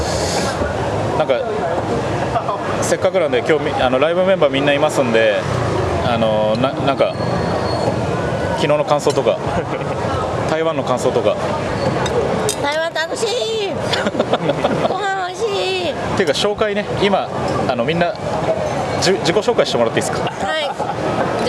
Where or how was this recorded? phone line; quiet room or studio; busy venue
busy venue